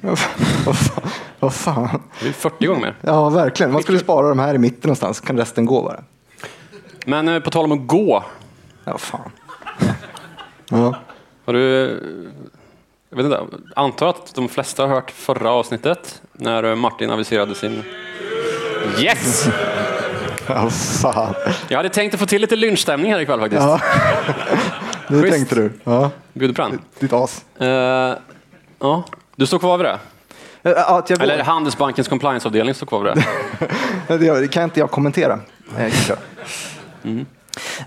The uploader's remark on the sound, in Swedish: Live på Scalateatern